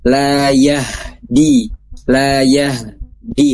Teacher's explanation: H-nya tetap harus ada keluar kasarnya. Jadi jangan dimasukkan ke layah gitu ya. · Term: H sukun